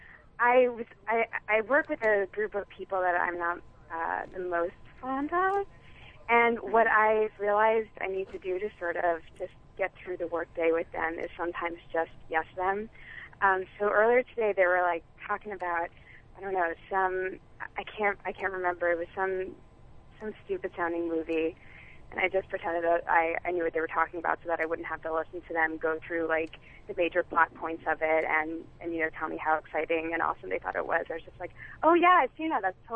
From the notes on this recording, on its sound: Audio from our special call-in on WFMU Radio.